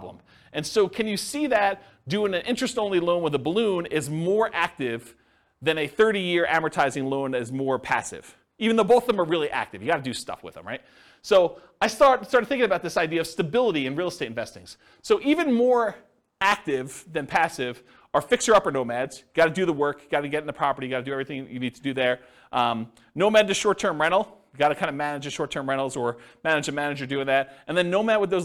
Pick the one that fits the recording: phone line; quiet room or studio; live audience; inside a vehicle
live audience